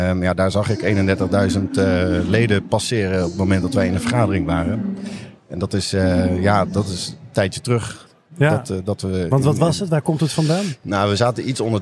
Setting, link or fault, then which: setting, busy venue